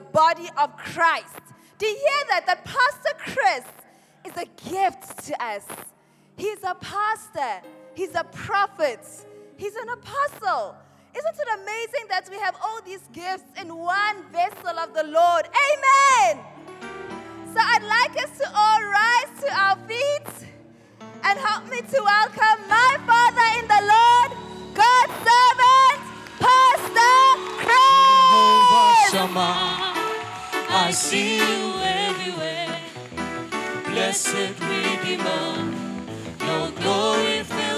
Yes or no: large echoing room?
yes